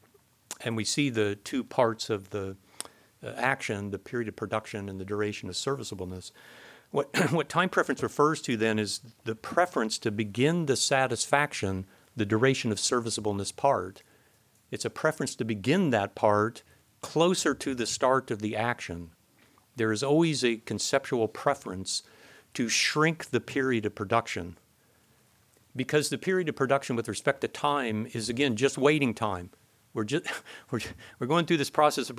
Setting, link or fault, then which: setting, large echoing room